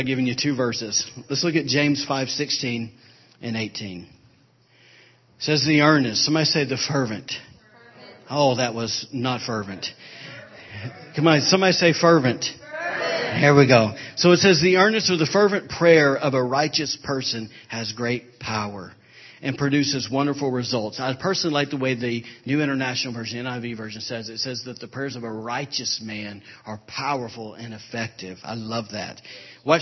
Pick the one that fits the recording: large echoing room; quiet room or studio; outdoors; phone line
large echoing room